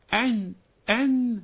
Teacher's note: نون يكتمون ضالين هكذا، يبقى النون مش مشددة، النون مش مقلقلة، النون مش محركة، أم إنما النون ساكنة، أن هكذا مخرج النون من طرف اللسان مع الجد، أن هكذا مخرج النون المظهرة تخرج من طرف اللسان مع الجد